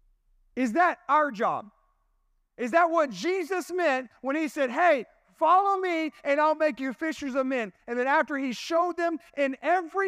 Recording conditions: large echoing room